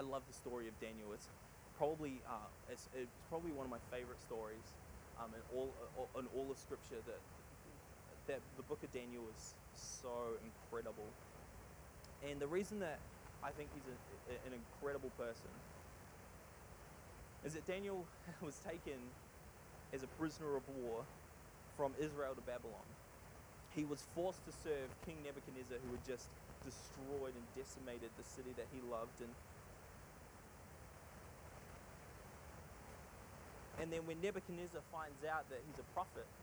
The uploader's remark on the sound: Sorry for the audio quality. We had trouble removing the static noise.